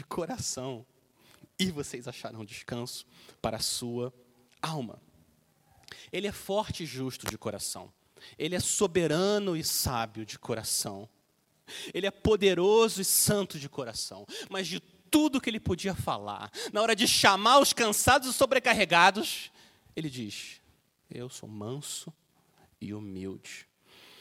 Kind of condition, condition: setting, large echoing room